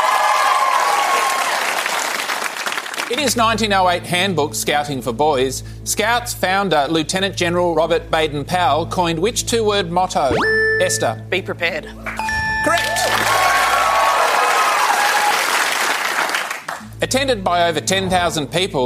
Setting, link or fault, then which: setting, live audience